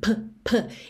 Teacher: não é um P seco, ele tem um arzinho